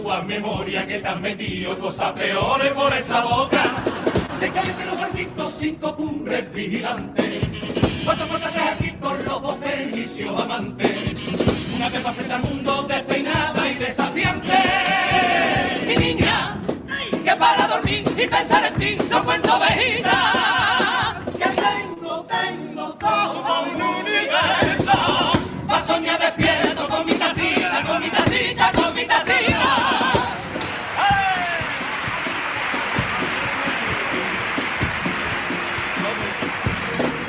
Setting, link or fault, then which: setting, live audience